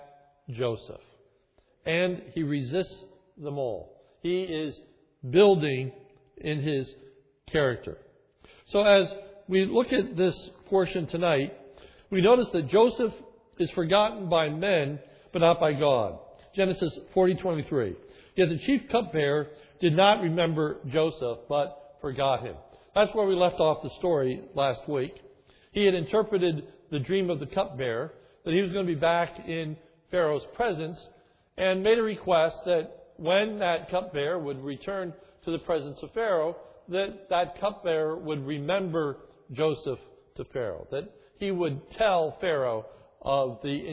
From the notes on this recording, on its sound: This is a sermon recorded at the Lebanon Bible Fellowship Church, in Lebanon, PA, on 1/30/2011 during the evening service.